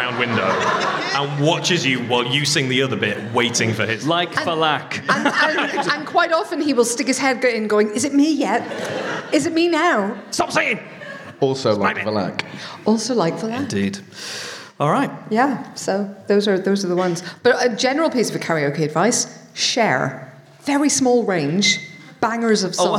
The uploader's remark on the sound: Live from the London Podcast Festival. We didn't actually record it until Saturday night. Took to the stage of Kings Place's Hall One, in front of a crowd of around 350 loyal listeners, as part of this year's London Podcast Festival. Answer a bunch of audience questions. As ever with our live shows, it's pure chaos.